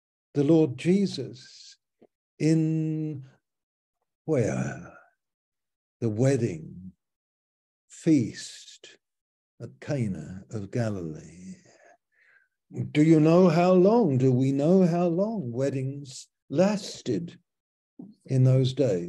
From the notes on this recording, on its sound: Malaysia Meets (Zoom).